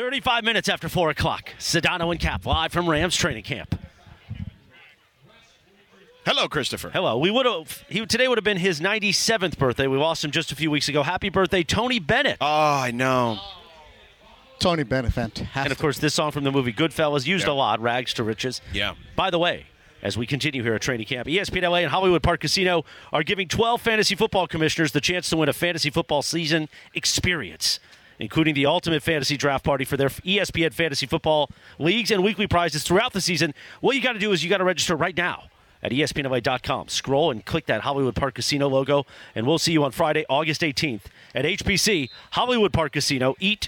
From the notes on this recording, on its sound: live from Rams Training Camp at UC Irvine!